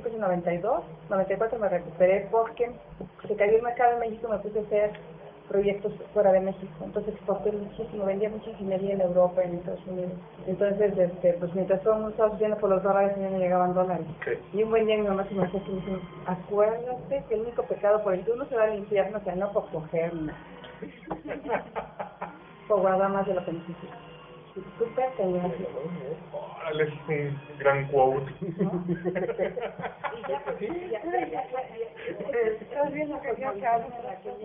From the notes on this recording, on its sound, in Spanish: Grabado en 2010 (Low-fi). Grabado en Low-Fi.